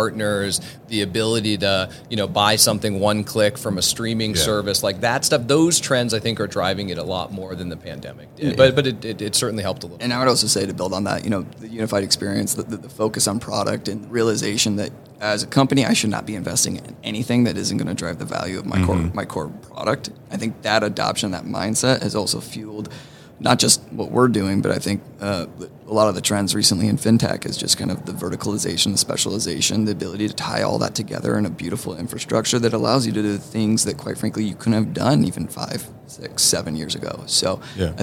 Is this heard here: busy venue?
yes